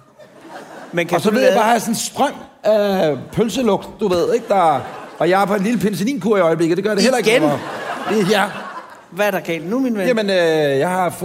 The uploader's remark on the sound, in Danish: Dette afsnit 49 er optaget på Podcast Festivalen i København.